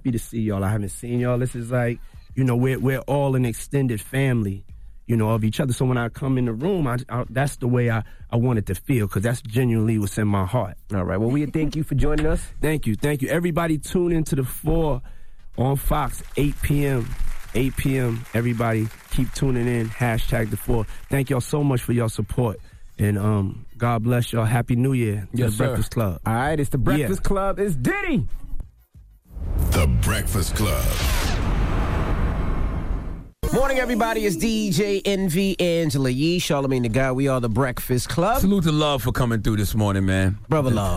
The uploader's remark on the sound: We opened up the phone lines.